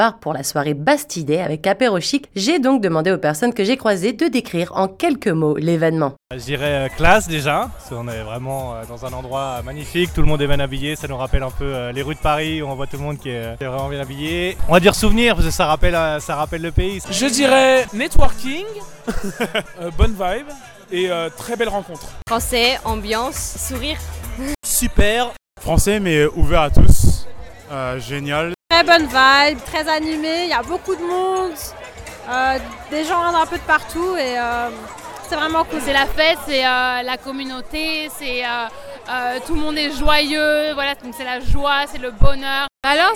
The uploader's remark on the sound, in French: Et cette dernière n'a pas hésité à tendre son micro aux personnes qu'elle a croisé, afin de récolter les témoignages de tous ces francophones et francophiles, qui s'étaient déplacés au Cabana Pool Bar à l'occasion de cette soirée. Choqfm 105.1 était à l'événement Bastille Day d'Apéro Chic ! Et cette dernière n'a pas hésité à tendre son micro aux personnes qu'elle a croisé, afin de récolter les témoignages de tous ces francophones et francophiles, qui s'étaient déplacés au Cabana Pool Bar à l'occasion de cette soirée.